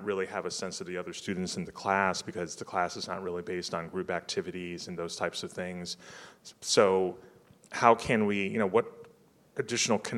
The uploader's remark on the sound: This is a special live episode of the podcast recorded in Austin at the SXSW EDU event this past March.